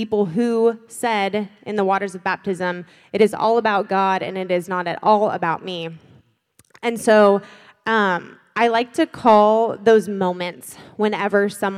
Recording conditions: live audience